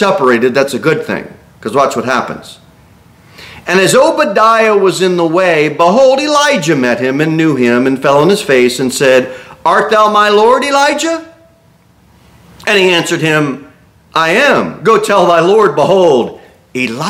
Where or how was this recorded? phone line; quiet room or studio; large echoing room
large echoing room